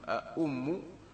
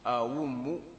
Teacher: نعم، قال وأأم ونحوه وجهين، وجهين في ثانيه أم، في ثانيه اللي هو الهمزة الثانية المضمومة، لك فيها الوجهان بأن تحققها فتقول أأم، وأن تبدلها فتقول أوم، كل ذلك جائز. · Term: التحقيق